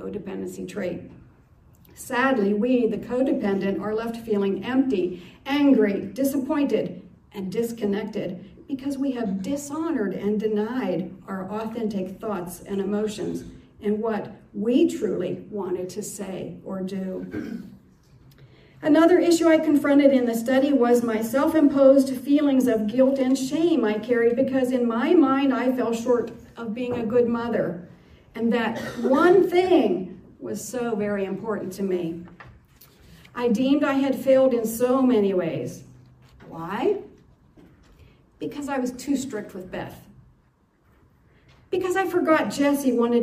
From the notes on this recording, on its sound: This is a recording of my codependency testimony, delivered at a Monday night meeting at Celebrate Life in Clymer, Pa.